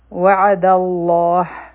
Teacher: دلته کې به عین د حلق نه وایو لامې جلاله به غټ وایو